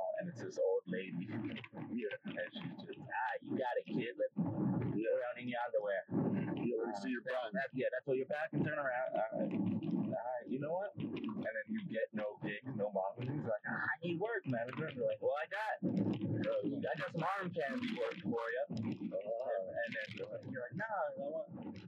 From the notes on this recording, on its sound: First of all, sorry about the audio.